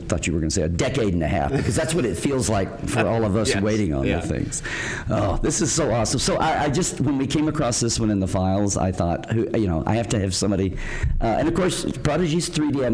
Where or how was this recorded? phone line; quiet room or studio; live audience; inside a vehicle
live audience